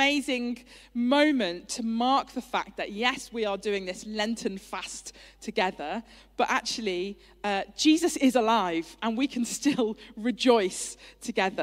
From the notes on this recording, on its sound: Streamed live at St Paul's Shadwell on Sunday, 12 February 2023.